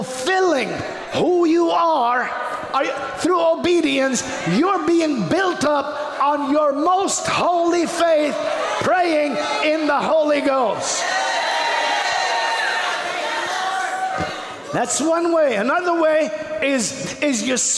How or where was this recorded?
large echoing room